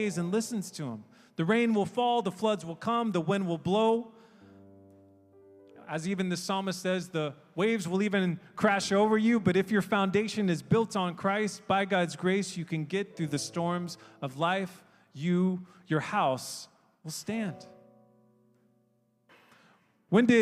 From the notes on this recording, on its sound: We are an international, English-speaking Christian church made up of people from all around the world. Sermons preached during our church service.